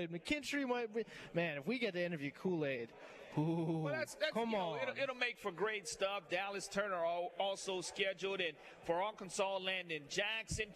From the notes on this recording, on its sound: Live at SEC Media Days. The Nashville SEC Media Day Two!